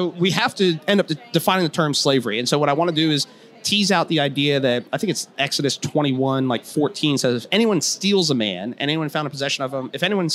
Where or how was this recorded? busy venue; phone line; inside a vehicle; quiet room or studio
busy venue